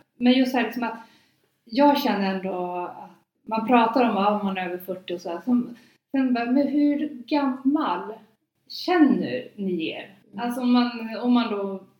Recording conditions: poor sound quality